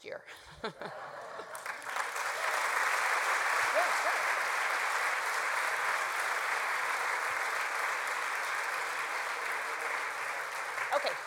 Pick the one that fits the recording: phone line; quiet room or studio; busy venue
busy venue